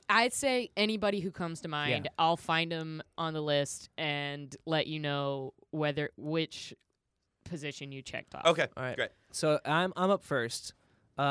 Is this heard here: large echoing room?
no